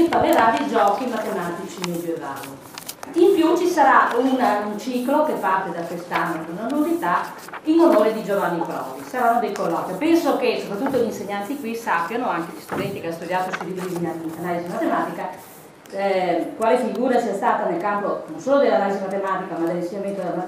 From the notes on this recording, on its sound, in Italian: Registrazione del 21/1/2011, presso l’Università di Padova, Aula C, Polo Didattico, via Bassi 2. Presso l’Università di Padova, Aula C, Polo Didattico, via Bassi 2 (di fronte alla Torre Archimede, sede del Dipartimento di matematica).